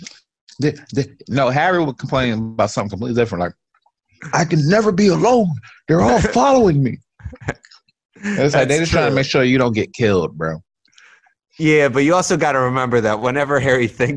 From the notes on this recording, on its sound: Zoom chat for the first time since covid-19.